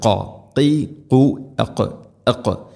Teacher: ഖാഫ് തൊണ്ടയുടെ മുകൾ ഭാഗവും കഴിഞ്ഞ് ചെറുനാക്കിൻ്റെ ആ ഒരു ഭാഗമാണ് അതിൻ്റെ മഖ്റജ്